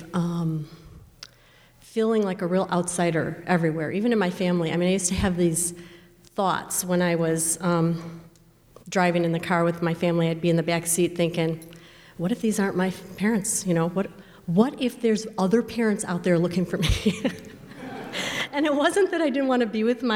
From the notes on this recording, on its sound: This live storytelling at First Pres, featuring real stories shared, in person, by fellow church members.